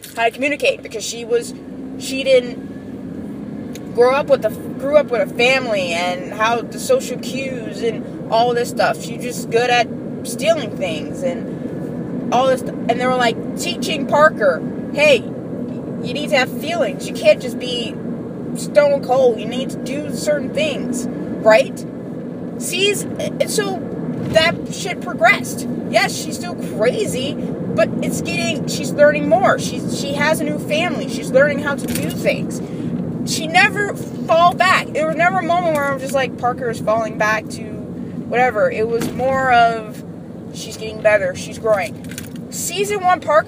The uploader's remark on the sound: I saw the finale and the next morning on my work commute I ranted and recorded it.